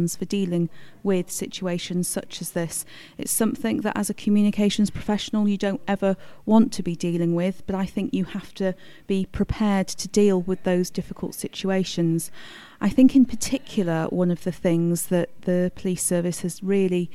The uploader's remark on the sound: Recorded at PRWeek's Crisis Communications conference in London